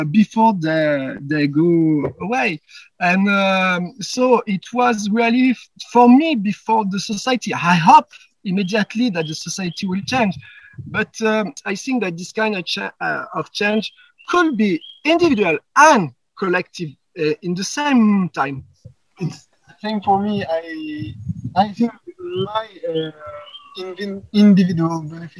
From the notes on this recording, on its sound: There are a few audio issues in this episode. Chatted with me from outside which was so lovely but also meant the sound quality isn’t as clear.